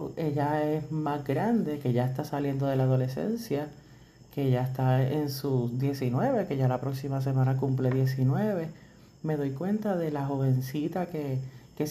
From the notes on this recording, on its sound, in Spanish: Disculpen el audio, tiene un poco de ruido de mi perrito.